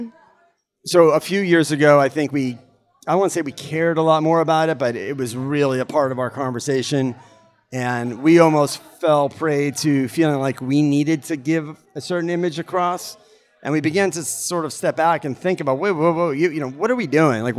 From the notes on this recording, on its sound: We are coming to you live from Boston Magazine's Taste 2019 , the annual event. We are coming to you live from Boston Magazine's Taste 2019 , the annual event celebrating this year’s Top 50 restaurant list, featuring dishes from some of Boston’s best chefs!